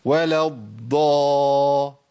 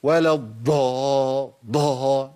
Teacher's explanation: يريح على الضاد المشددة ديت ويعمل عليها نبر جامد قوي. يقول مثلا ولا الضا، كانوا بيعملوا انفجار في الضاد، ولا الضا ضا.